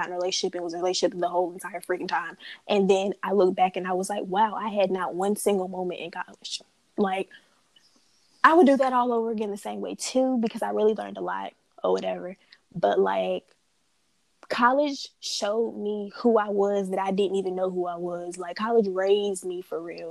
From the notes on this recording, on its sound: this episode is long & choppy because we ran into some technical difficulties